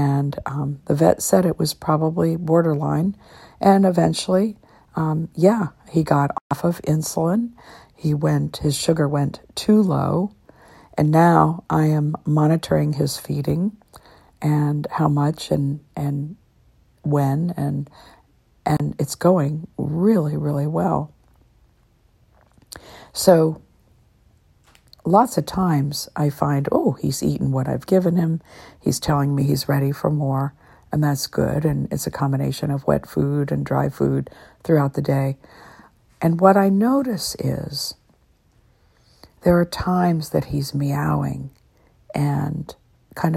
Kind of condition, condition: fault, phone or laptop microphone